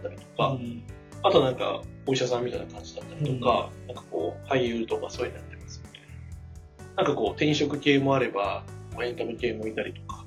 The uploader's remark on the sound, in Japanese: 機材の調子が悪く、いつもより音質が悪くなっております。